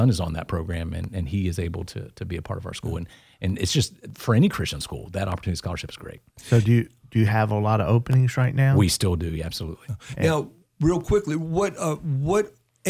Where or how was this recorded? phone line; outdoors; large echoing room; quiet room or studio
quiet room or studio